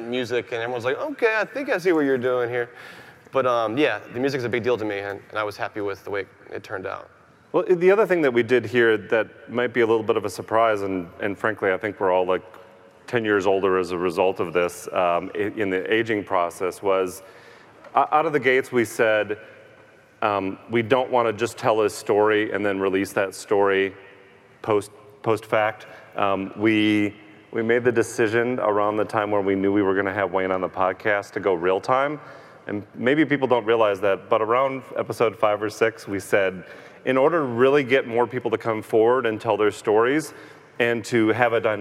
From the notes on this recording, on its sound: Live from CrimeCon 2018